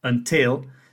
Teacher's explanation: So in the word until, the second syllable is stressed. The first one has a schwa sound in it.